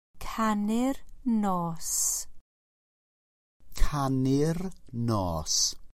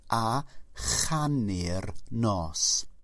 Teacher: Now, and in Welsh is a. But when you have and sing, the k sound of canu becomes a ch sound · Shown in: second take · And sing the night is a chanu'r nos.